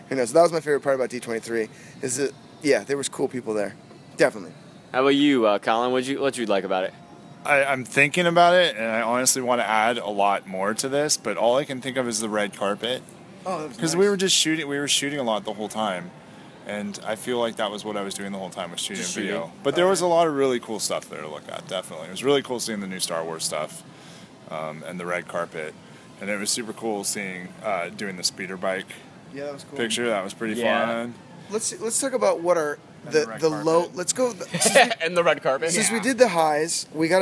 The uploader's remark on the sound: D23 Expo 2015 Super Show. On the Expo floor.